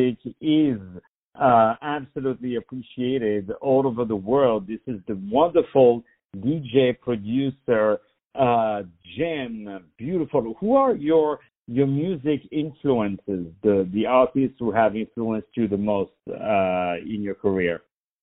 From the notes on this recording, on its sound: On the phone